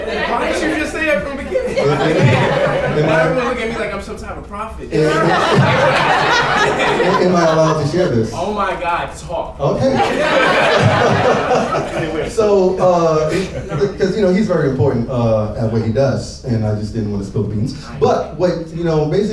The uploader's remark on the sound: NYC LIVE SHOW